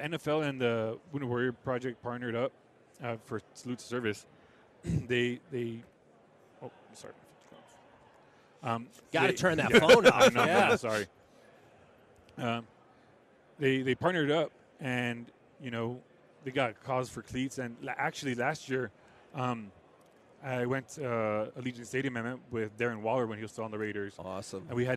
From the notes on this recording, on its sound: 11am hour of The K&C Masterpiece LIVE from Radio Row in Las Vegas!